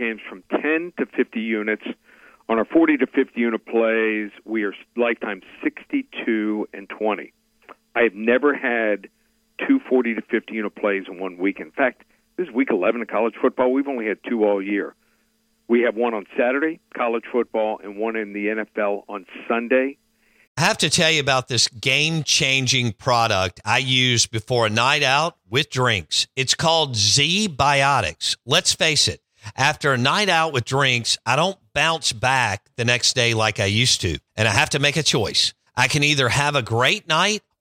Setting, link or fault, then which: link, phone line